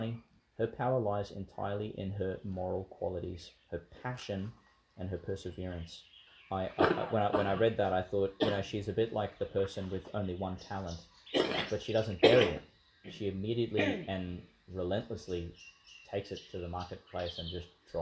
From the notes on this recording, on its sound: in the park outside St Mary's Church, Ubobo, Qld.